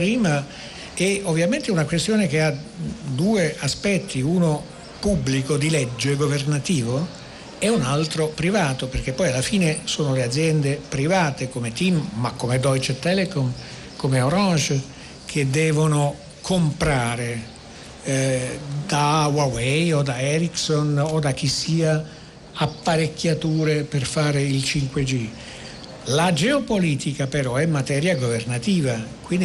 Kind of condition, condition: setting, busy venue